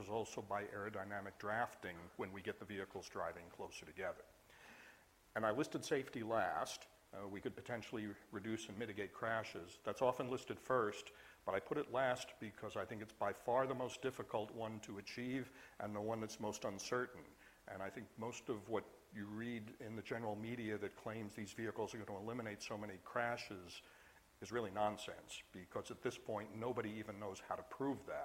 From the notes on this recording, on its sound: IFE Distinguished Visitor Lecture, recorded 29 September 2017 at QUT